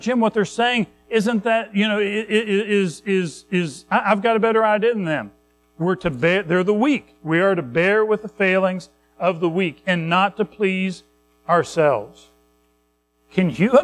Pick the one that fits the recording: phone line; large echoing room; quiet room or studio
large echoing room